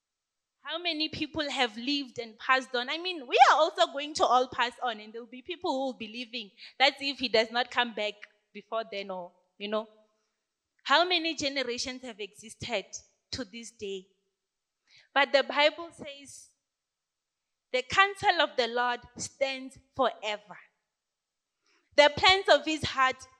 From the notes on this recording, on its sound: This sermon was preached during the youth takeover Sunday